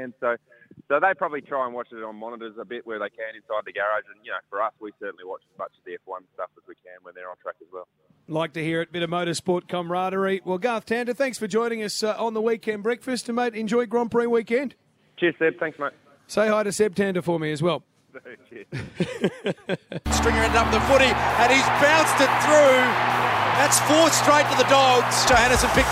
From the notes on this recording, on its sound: Live from the Australian Grand Prix